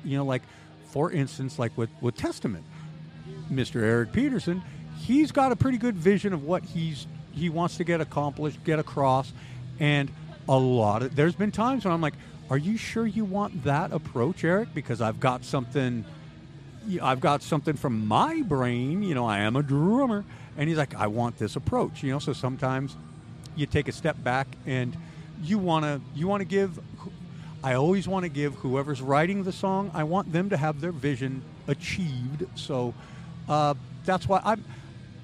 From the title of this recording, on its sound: Live at SD Metal Swap Meet